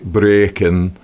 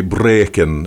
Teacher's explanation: And the only difference is, like in the word breaking, we would say breaking. But in Scottish, you would say breaking, and you roll the R very hard. · Shown in: second take · It's the exact same sound, but with the difference of the R.